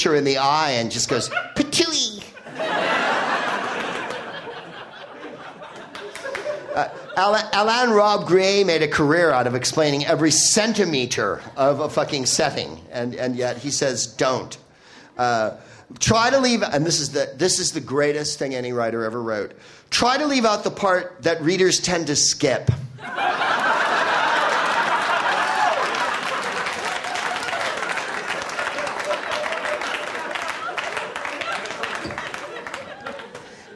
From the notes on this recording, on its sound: Live from Chicago's Up Comedy Club